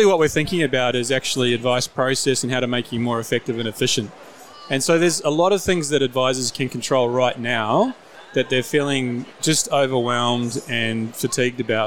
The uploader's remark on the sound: Recorded at the 2022 FPA Professionals Congress